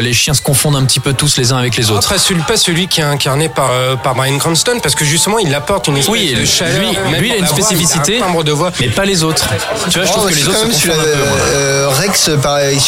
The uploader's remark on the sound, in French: Enregistré au Hurling pub (8 Rue Descartes, 75005 Paris), le samedi 14 avril 2018.